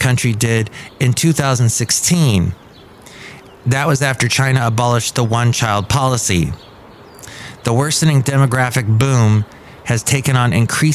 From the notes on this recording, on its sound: podcasts live from Café Anyway